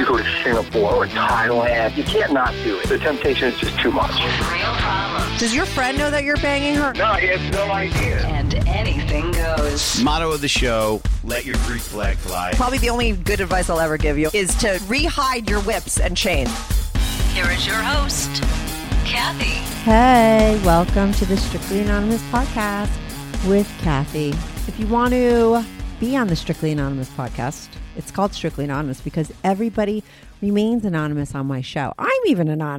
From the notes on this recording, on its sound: She called in to talk all about it.